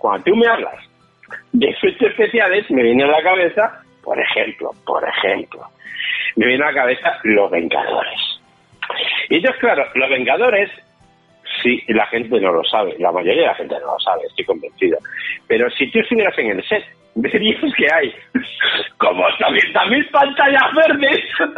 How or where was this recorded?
phone line